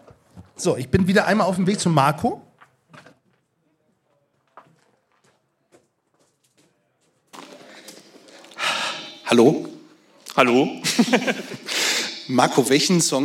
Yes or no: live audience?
yes